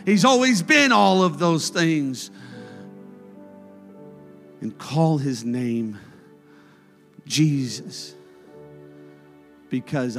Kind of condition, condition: setting, large echoing room